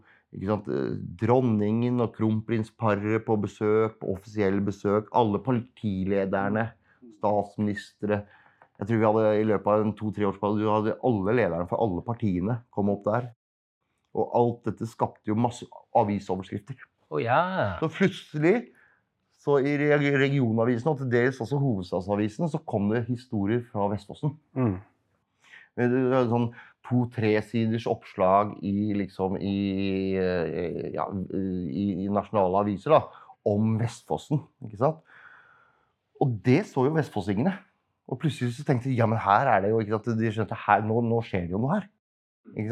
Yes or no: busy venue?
no